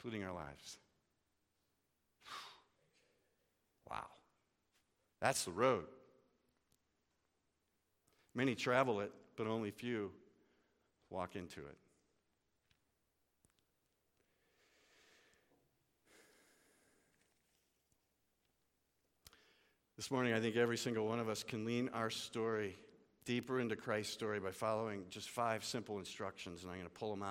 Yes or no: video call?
no